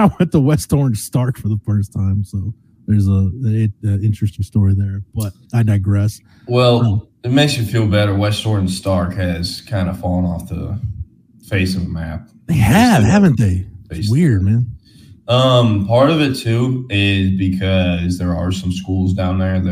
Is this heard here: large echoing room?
no